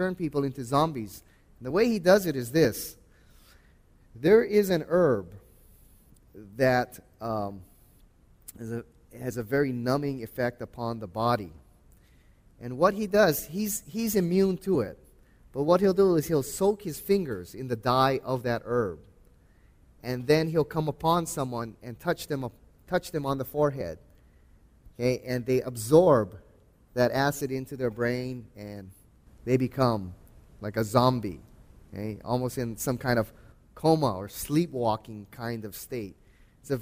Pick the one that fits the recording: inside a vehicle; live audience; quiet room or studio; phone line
live audience